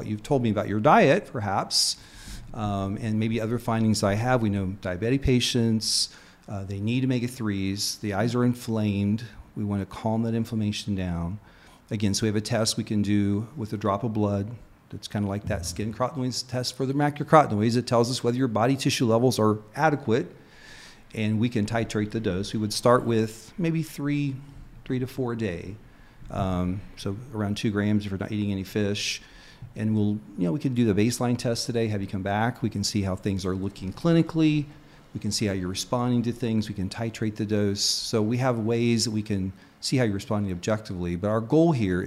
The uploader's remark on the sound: Conversations with the Scientists at BON Conference